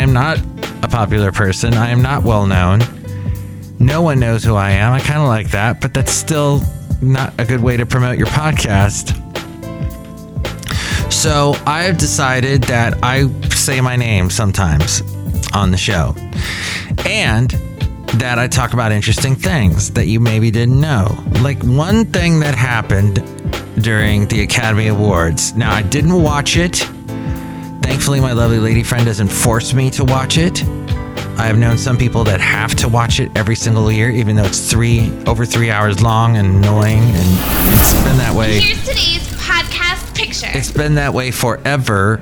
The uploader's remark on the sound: podcasts live from Cafe Anyway